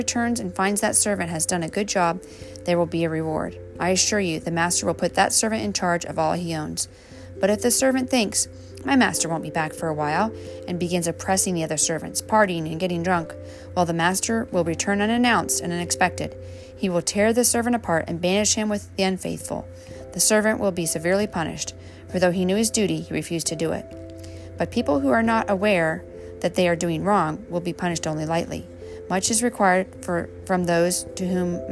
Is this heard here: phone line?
no